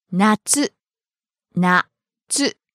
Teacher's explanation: It starts low and goes high. · Term: pitch accent